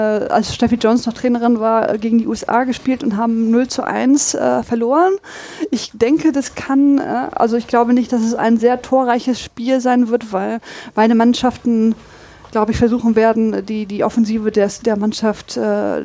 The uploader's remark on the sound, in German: Podstock 2019 - vor Ort